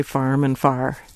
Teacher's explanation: people who settled Pennsylvania early on had a rhotic R, a mm-hmm. post-vocalic R, and so they would say farm and far instead.